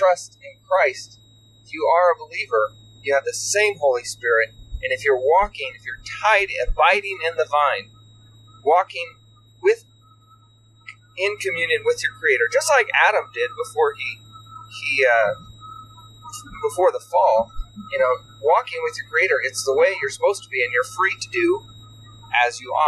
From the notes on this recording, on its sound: I apologize for the poor audio quality of the conversation, I was not able to make a high quality recording. We recorded this while driving across the country.